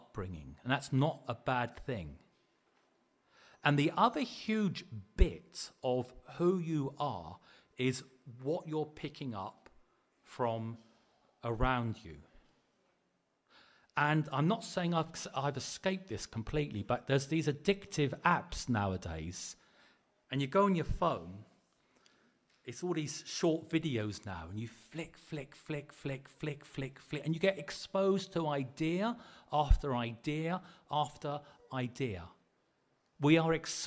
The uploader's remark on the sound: Preached at the LCC Sunday Service